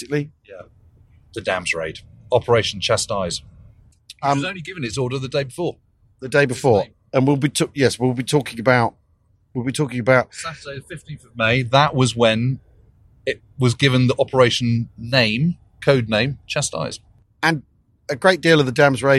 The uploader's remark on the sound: we join the lads on the road, driving to the Möhne Dam in Germany